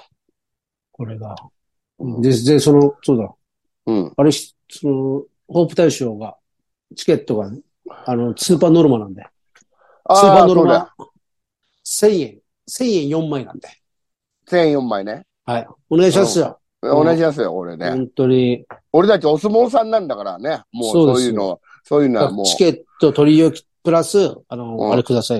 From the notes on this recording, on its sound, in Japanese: ZOOMで収録